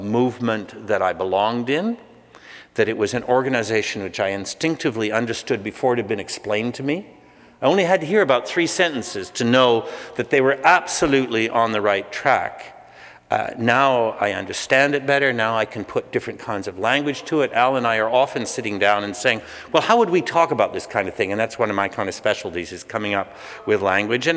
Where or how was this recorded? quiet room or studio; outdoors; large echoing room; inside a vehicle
large echoing room